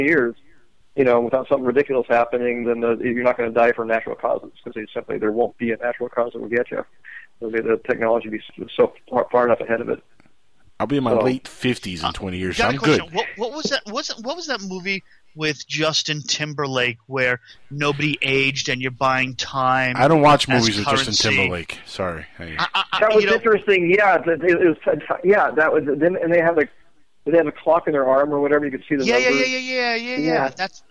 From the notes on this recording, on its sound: He called in to surprise us on air